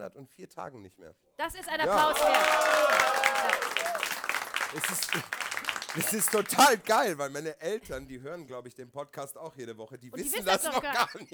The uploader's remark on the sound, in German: auch diesmal wieder vor Live-Publikum!